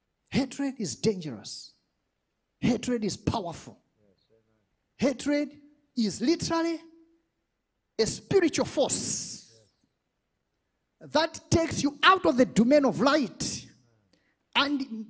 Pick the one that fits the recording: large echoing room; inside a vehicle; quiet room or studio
large echoing room